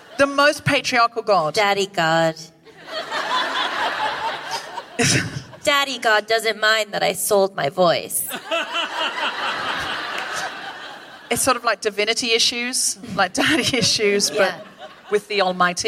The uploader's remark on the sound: Recorded 15 January 2020 at The Wilshire Ebell Theater in Los Angeles.